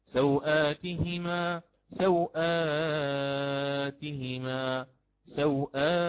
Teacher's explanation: أقرأ بقصر اللين، يعني لا أمد أصلا اللين المهموس، وعليه ثلاثة البدل، يعني أقرأ سوءات أو سوءاتهما، نأخذ الكلمة بعينها في كتاب الله تعالى مثلا، فنقرأ سوءاتهما سوءاتهما سوءاتهما، فأتيت بثلاثة بدل.